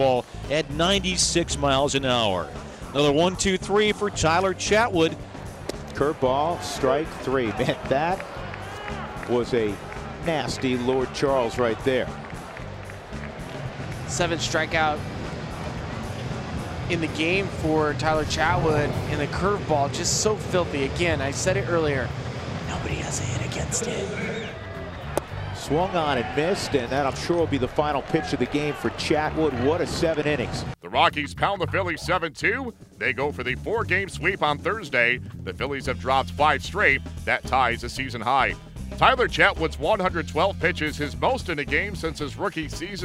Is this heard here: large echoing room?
no